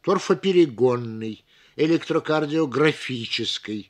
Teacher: в некоторых сложных словах, кроме основного ударения, ставится еще и побочное, вспомогательное, но оно должно звучать слабее основного. Торфоперегонный, электрокардиографический, в последнем слове звучит даже два побочных ударения.